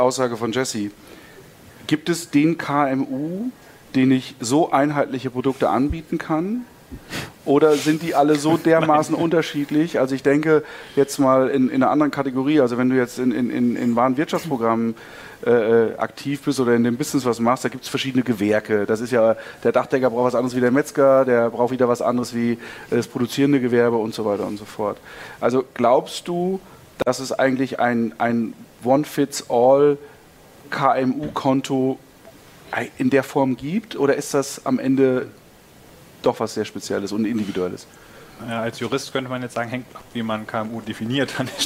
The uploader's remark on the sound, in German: Live von der BEX20